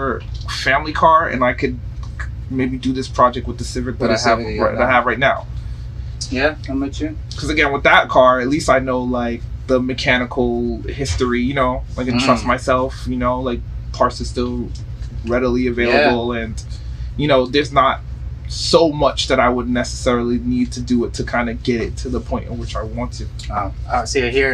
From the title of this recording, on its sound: Live in the restaurant